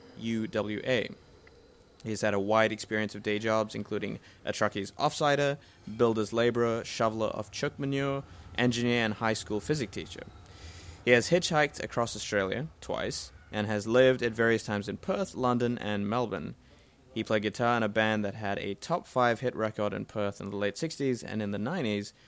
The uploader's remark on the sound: Recorded live at the Brunswick Street Bookstore.